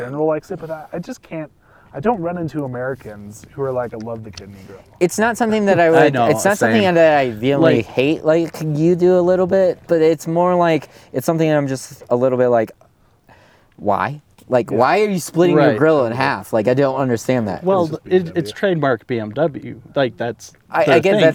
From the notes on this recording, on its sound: 2020 Jeep Gladiator Rubicon. Record this episode from the side of a mountain.